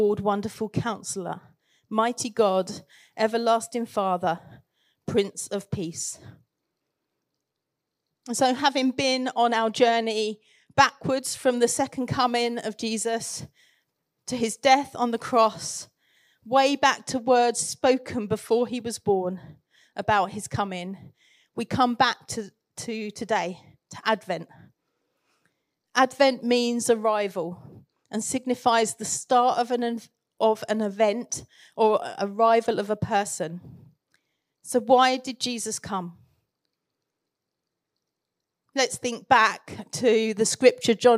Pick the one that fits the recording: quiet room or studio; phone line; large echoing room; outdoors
large echoing room